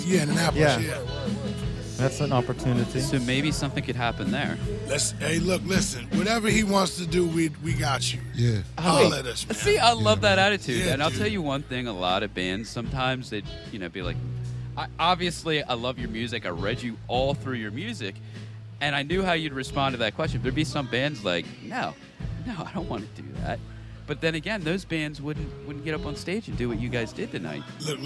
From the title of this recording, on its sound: Live At Nextival Interview